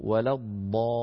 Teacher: هذه اللام لام مشددة، لام ساكنة بعدها لام متحركة. هذا السكون يسميه العلماء المد الأصلي.